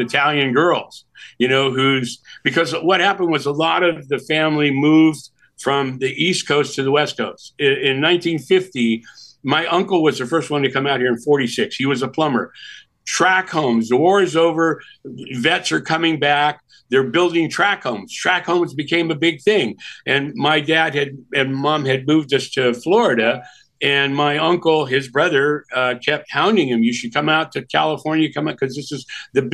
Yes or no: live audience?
no